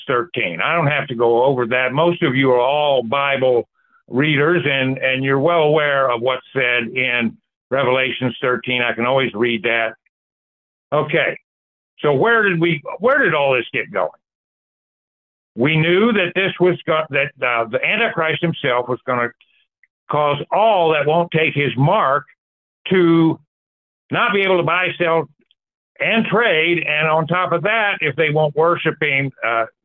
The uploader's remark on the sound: The Sunday December 10, 2023 Call in Bible Study.